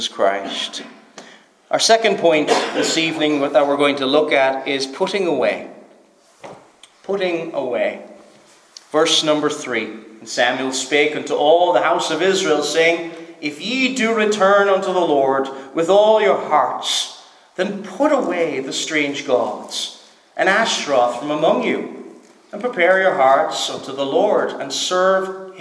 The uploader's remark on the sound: Preached at Stornoway Free Church -Continuing